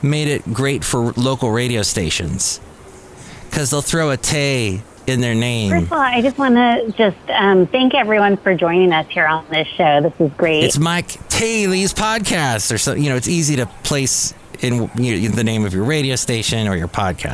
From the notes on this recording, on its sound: podcasts live from Café Anyway